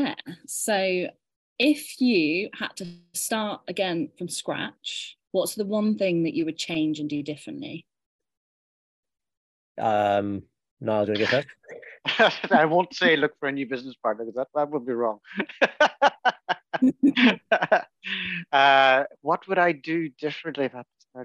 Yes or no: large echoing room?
no